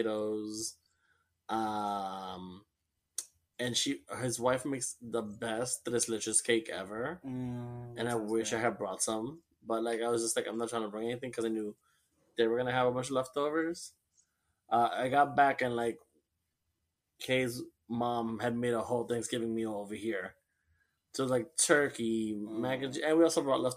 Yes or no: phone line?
no